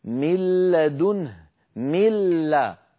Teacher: ولا يبقى من النون شيء، لا ذاتها ولا غنتها · Term: إدغام النون الساكنة